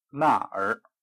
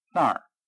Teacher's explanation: 儿的音不能念重了，必得把它念成清音，而且要跟词儿的韵尾联合成了一个音 · Shown in: second take · ，不能说那儿，必得说那儿。关于儿化韵，我说个故事。我有个亲戚是上海人，他学着说北京话，有一次朋友请他吃饭，他没去。后来他看见那个朋友，他说，对不起，我所以没来吃饭儿，是因为我恰巧有要紧的事情儿。大家都笑了，因为这两句话并不是儿化韵的韵尾。我也觉得儿化韵很难。不容易，有的人把儿的音念得很重，就很难听了。只有北京人用的自然。俗语说，习惯成自然，得多说多用。不错。归纳，归纳法。主席说，现在我把大家种种的意见归纳为两个意见，以便讨论。归纳法是论理学的名词，这种方法是由种种特殊的事归纳出来的一种原则。变迁，黄河入海的地方，据说在近500年来变迁了很多次。变化，他昨天说的话，今天就变化